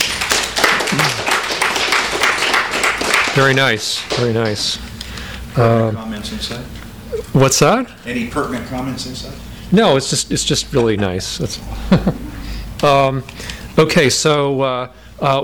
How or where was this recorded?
live audience